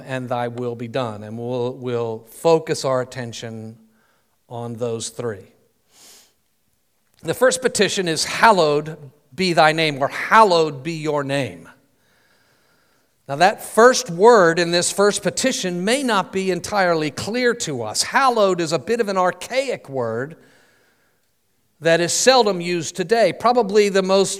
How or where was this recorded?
large echoing room